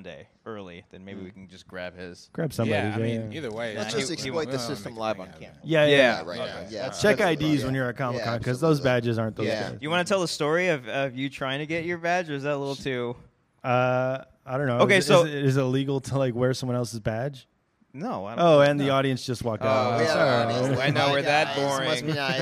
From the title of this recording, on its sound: We Got Drunk at Comic-Con 2018 & Started Recording